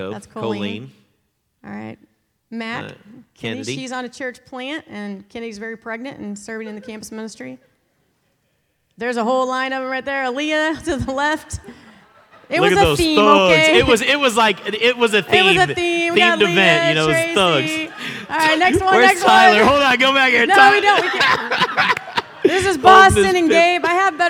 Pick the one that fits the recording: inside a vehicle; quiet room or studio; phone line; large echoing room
large echoing room